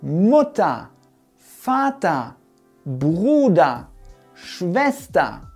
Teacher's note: Wir sagen nicht Mutter, Vater, Bruder, Schwester, sondern wir sprechen hinten eigentlich ein A.